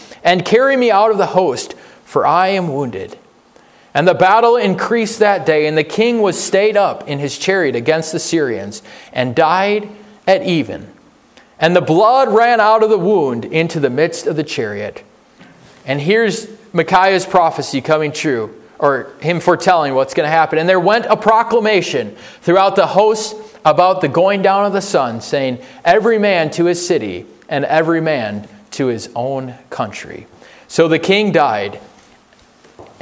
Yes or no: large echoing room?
yes